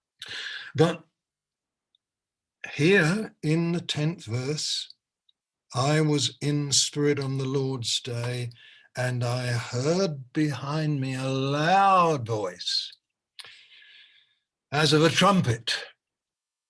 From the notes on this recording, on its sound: Malaysia Meets (Zoom).